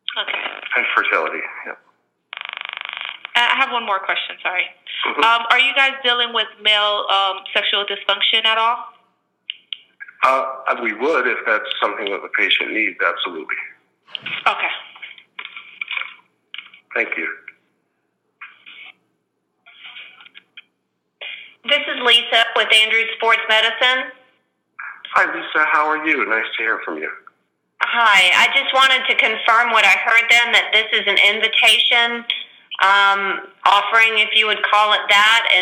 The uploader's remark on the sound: Conference Call